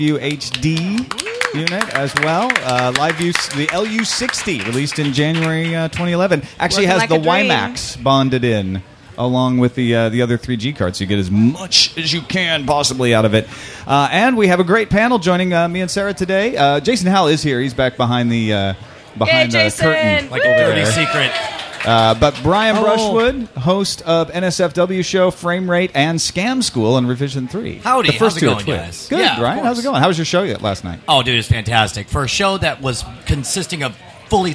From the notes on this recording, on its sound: Live from SXSW